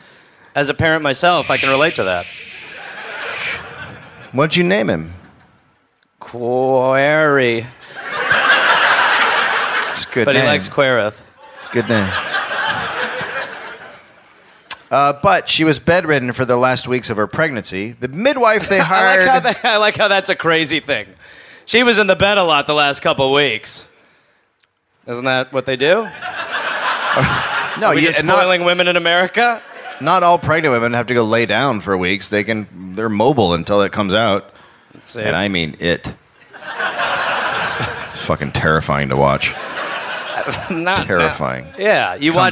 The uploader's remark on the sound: live in Perth, Australia